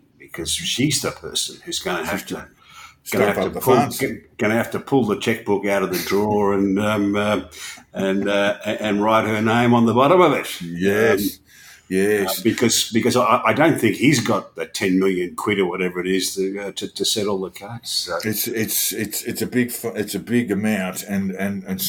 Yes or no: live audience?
no